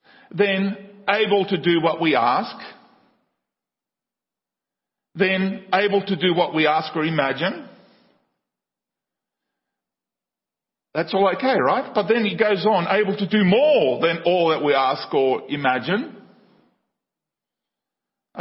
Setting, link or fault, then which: setting, large echoing room